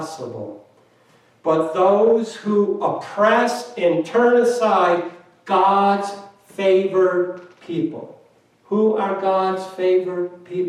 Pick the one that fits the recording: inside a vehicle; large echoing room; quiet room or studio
large echoing room